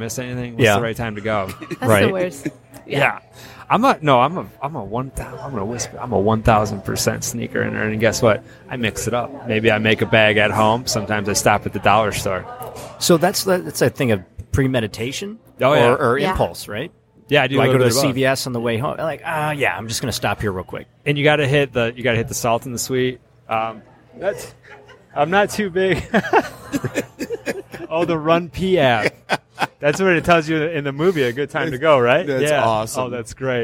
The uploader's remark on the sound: Live from Emagine Theater for the re-release of Die Hard 30th anniversary. The crew interviews Die Hard fans entering the theater.